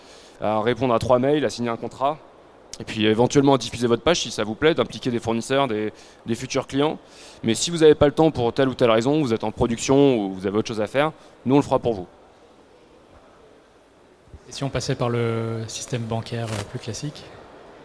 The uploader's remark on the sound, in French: Conférence donnée au salon BRADIS